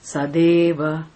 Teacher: Sat plus Eva becomes Sadeva. Ta becomes Da.